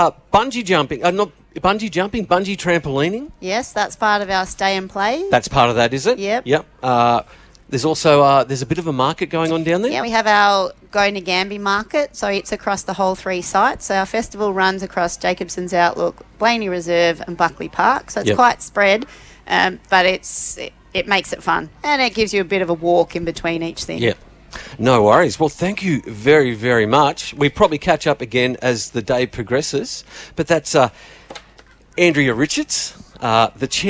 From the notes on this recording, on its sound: A special outside broadcast live from the 2024 Nagambie On Water Festival with thanks to Go Nagambie from Lake Nagambie.